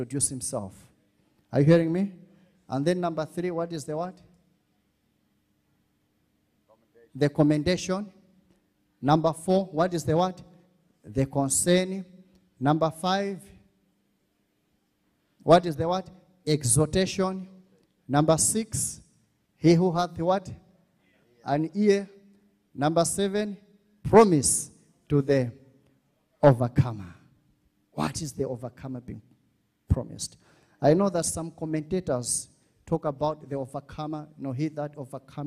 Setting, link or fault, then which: setting, large echoing room